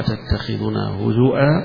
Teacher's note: باقي القراء ما عدا حمزة يقرؤونها هزوءا على أصلها أنه الهزوء بالهمزة يقرؤونها